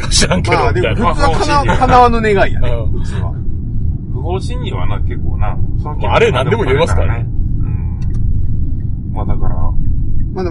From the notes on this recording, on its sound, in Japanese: 今週は車中収録です。